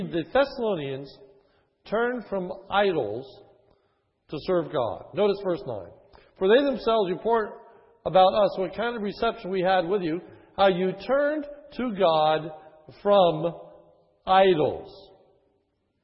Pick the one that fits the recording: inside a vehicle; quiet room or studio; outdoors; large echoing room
large echoing room